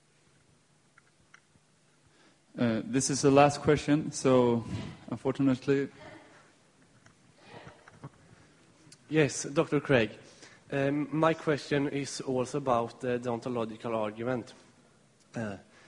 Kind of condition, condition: setting, live audience